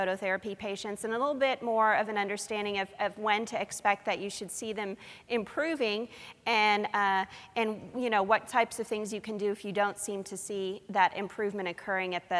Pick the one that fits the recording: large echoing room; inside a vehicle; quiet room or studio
large echoing room